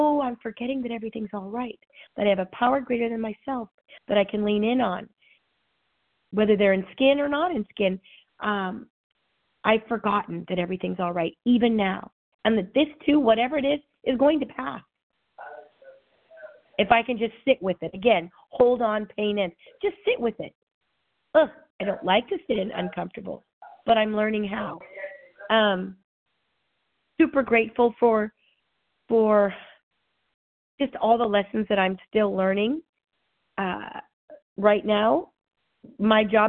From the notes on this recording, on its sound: 100 Pounders Phone Meeting